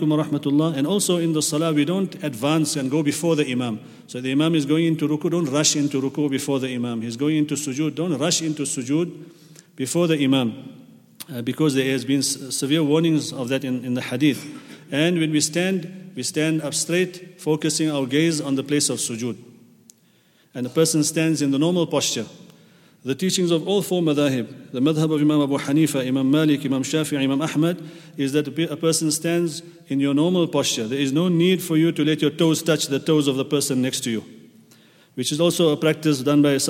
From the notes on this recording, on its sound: at the Houghton Masjid (West Street)